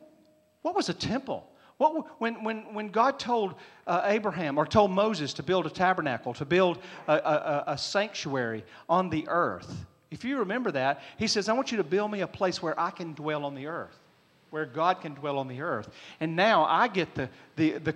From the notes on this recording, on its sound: Was recorded on Sunday, September 25th, 2022, during service at The Anchor Church in Rockport, Maine.